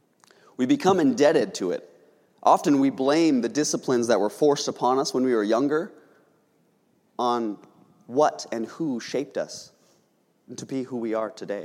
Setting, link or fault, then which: setting, large echoing room